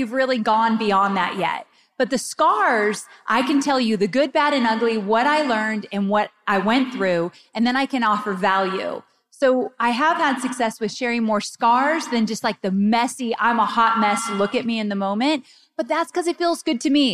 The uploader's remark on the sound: Today’s special episode is pulled directly from a live panel from the Powerhouse Women 2023 Event! I had the pleasure of sharing the stage.